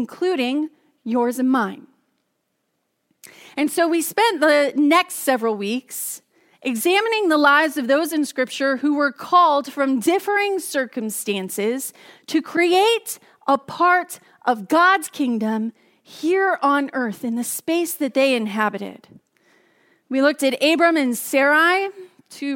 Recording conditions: large echoing room